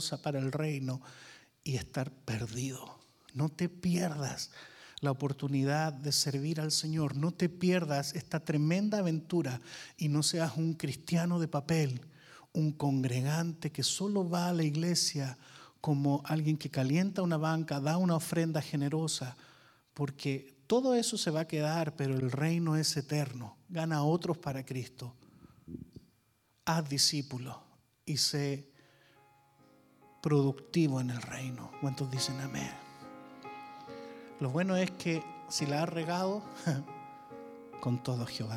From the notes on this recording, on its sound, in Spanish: Grabado EN VIVO - En iglesia VMF en la ciudad de Arlington, Texas.